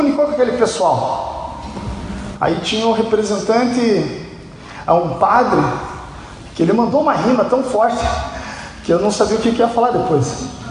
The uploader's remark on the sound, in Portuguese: Este programa é a captura de áudio da palestra. Durante a VII Semana Jovem do Café IPIC.